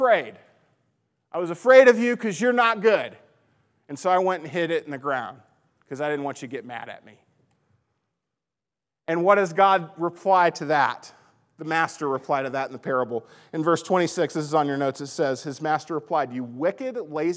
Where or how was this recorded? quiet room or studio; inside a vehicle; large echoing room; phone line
large echoing room